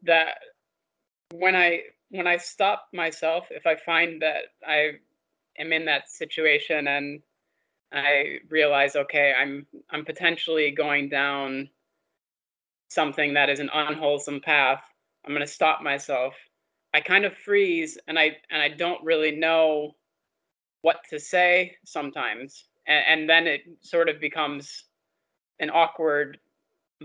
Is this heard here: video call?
yes